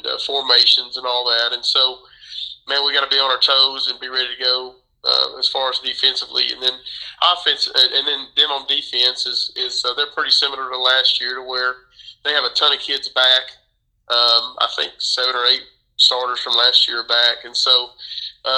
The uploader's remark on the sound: This interview was recorded via phone